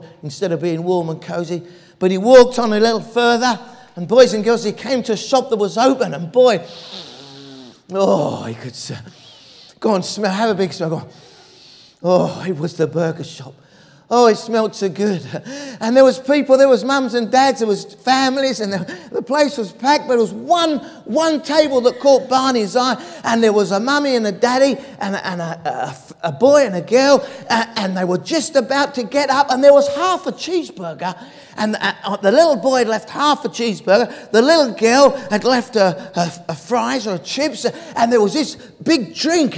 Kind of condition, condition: setting, large echoing room